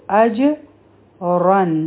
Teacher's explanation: په جیم باندې چونکې سکون دی نو قلقلا به وکړو